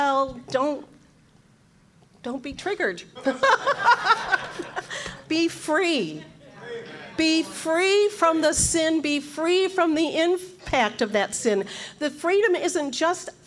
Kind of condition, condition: setting, live audience